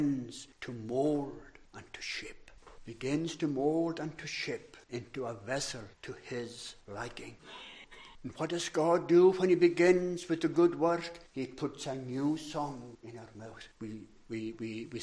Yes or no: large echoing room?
yes